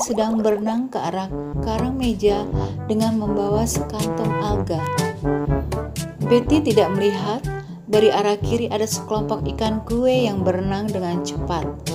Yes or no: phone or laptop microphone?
yes